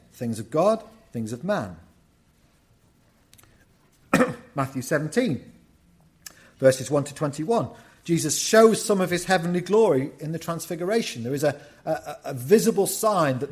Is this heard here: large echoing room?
yes